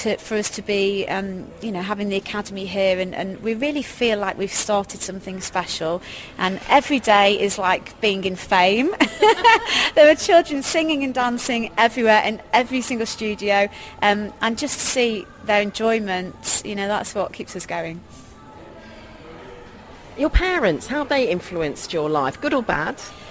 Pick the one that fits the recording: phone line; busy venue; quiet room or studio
busy venue